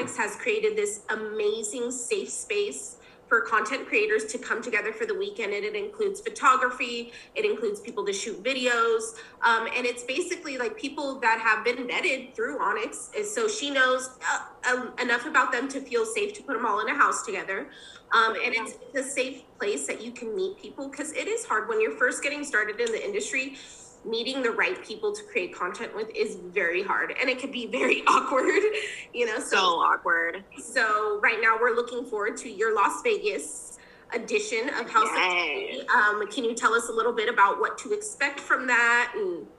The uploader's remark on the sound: Over zoom.